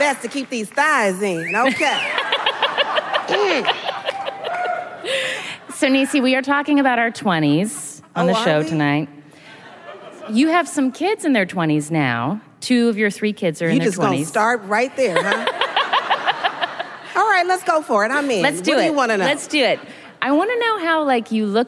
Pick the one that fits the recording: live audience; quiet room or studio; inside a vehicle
live audience